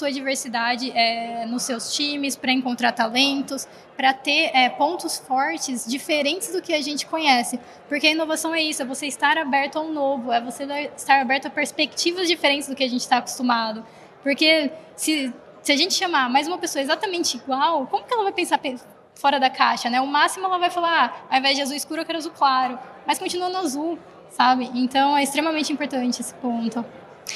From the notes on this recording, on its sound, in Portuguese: realizado ao vivo no Siemens Innovation Forum 2022